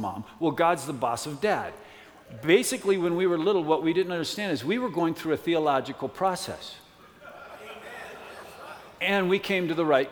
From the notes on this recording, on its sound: from the 2017 Southwest Men's Conference